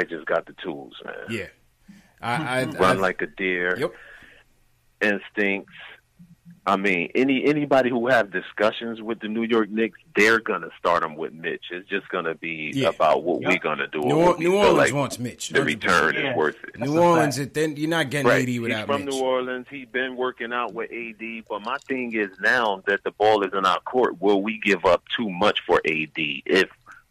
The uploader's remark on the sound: take live phone calls from fans around the world